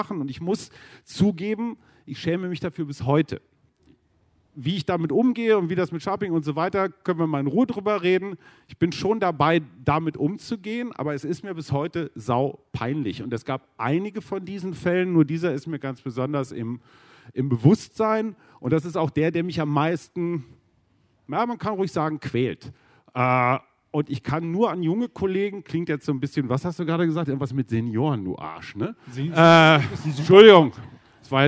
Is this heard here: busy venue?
yes